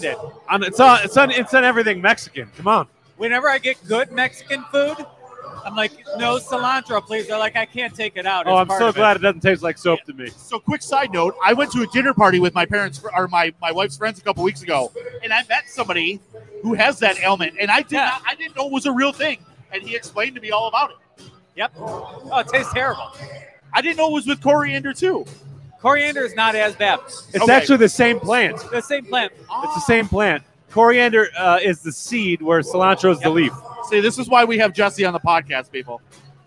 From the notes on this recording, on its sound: We're live at Nickel City BrewZ in Depew/Lancaster for The 2023 Buffalo Beer Geeks Scavenger Hunt Launch Party!